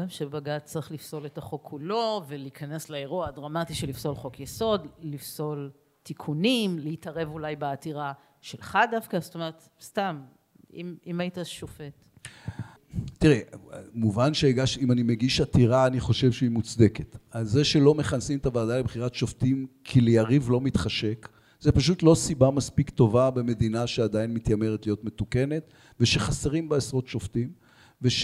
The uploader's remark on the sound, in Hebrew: לרגל המאורע המשמח הקלטנו ביום שלישי פרק מיוחד מול קהל.